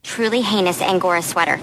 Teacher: if you pay close attention to the words sweater and disturbed, you'll really hear the creak.